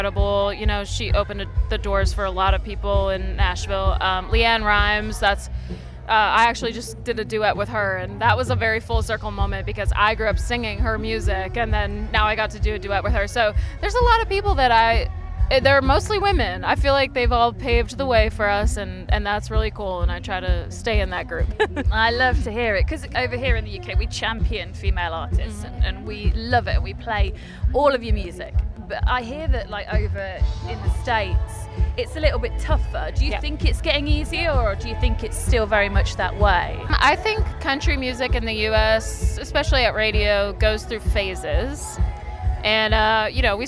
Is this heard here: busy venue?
yes